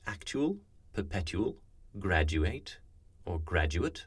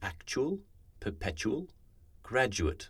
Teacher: The tu and du is becoming more and more archaic. Contemporary speech tends to use chu and ju, both features of Cockney speech. · Shown in: second take · This is when tu or du become chu or ju. · Term: Yod coalescence